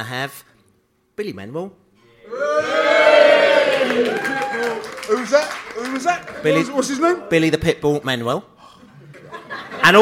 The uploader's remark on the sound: They had the audience in stitches - cracking joke after joke. At the fabulous Drayton Court Hotel in Ealing to see the season off in style at their end of season Pride of West London Bees-Up.